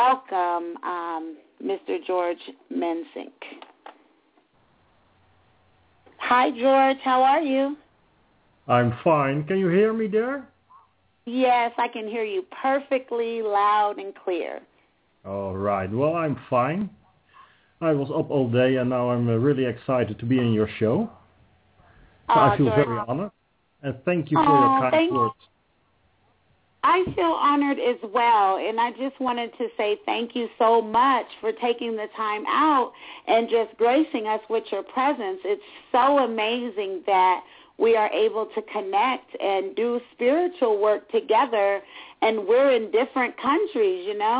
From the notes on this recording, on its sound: Is in Breda, Netherlands and will be calling in live from Europe!